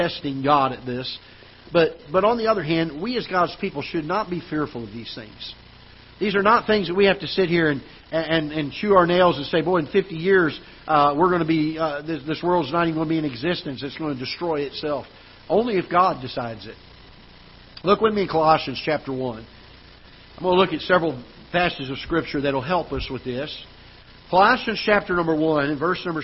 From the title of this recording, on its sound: Ketha Heights Baptist Church ~ Live Broadcast